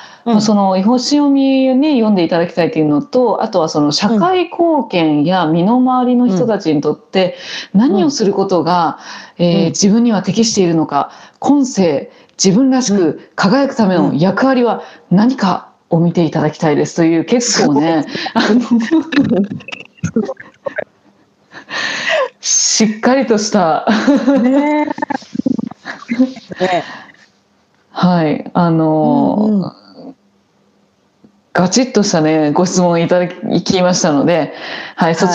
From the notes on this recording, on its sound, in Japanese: リモート収録での音声ですのでところどころお聞きづらいところもあるかもしれませんが